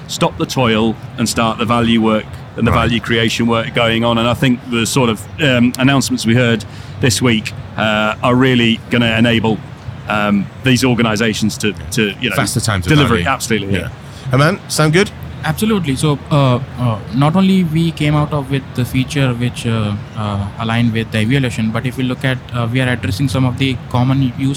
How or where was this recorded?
busy venue